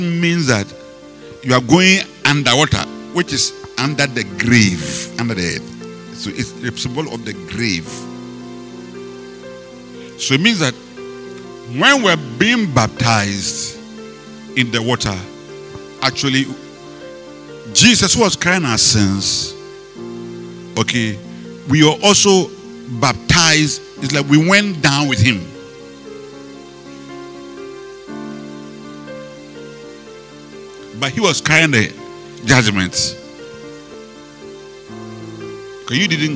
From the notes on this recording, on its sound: Preached at the Rose of Sharon Cathedral, Catch the Anointing Denomination, LA - Accra